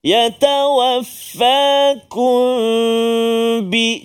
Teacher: dia sembunyikan kesempurnaan mim tu masuk pada ba · Term: Ikhfa syafawi